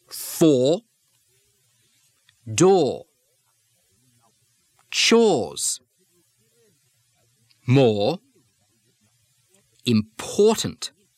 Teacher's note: The OR combination, or becomes identical to the pushed or vowel